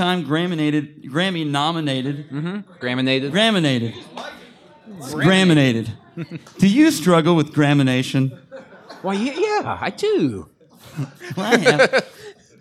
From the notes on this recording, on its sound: You get a great episode recorded in front of a live studio audience.